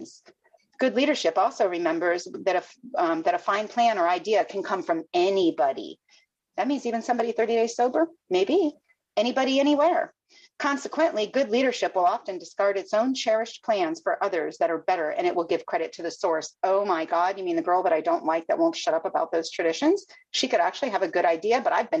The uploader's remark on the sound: Broken Elevator zoom meeting held in November of 2022